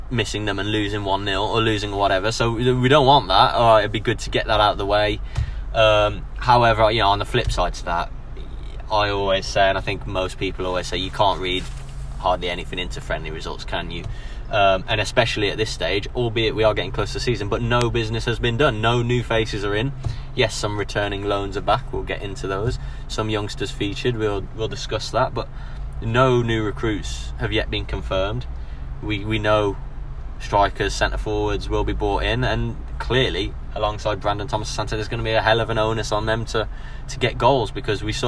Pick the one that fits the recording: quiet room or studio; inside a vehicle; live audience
inside a vehicle